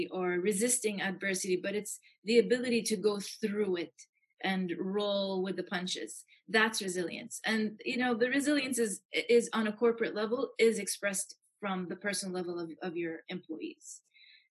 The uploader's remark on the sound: Zoom chat. Who is located in Jeddah.